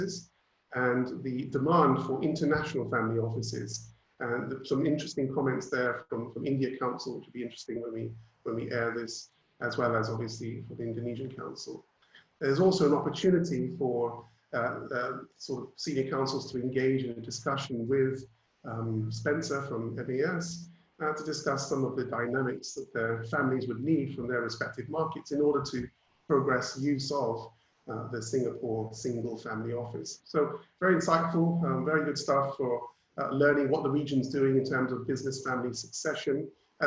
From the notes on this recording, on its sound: Webinar audio recording